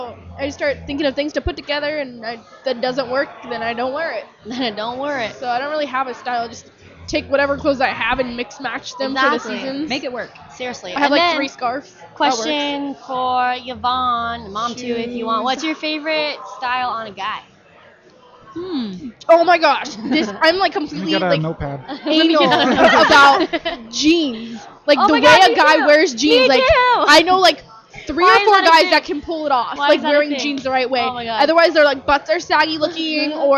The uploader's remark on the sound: Live from the Microsoft Store in Scottsdale Fashion Square